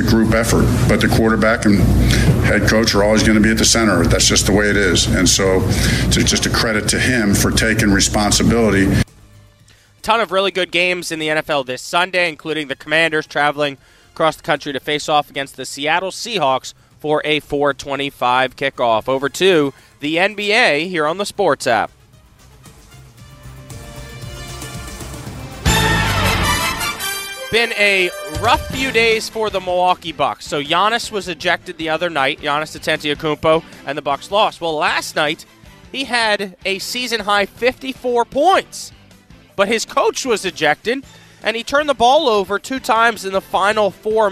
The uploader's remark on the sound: Coming to us live from River City Roll in Scott’s Addition! Who is out live at River City Roll all day.